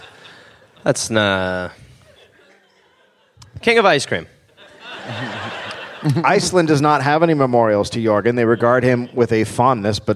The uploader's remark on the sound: Live in Brisbane